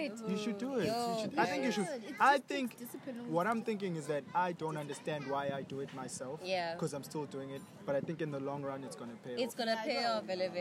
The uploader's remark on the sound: The conversation takes place outdoors in a famous road in Durban known as Florida.